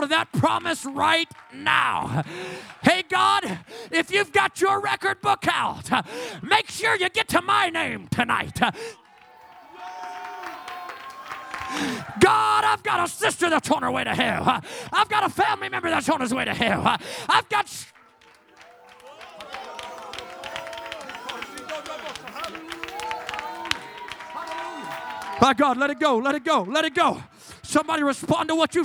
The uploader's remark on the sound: in Revival services at FPC of Jennings